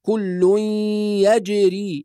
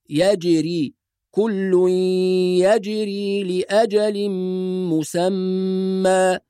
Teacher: المحافظة على الغنن، غنة الإدغام في قوله تعالى كل يجري مع قلقلة الجيم وإخراج الجيم بالصورة الصحيحة التي تعودنا عليها، يجري كل يجري لأجل مسمى.